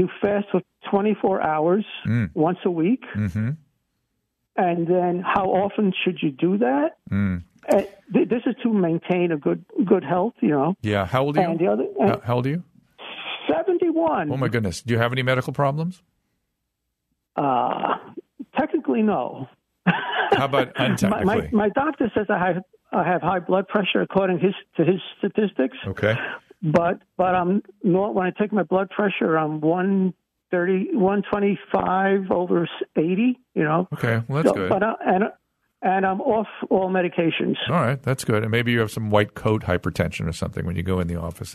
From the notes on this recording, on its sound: taking some listener phone calls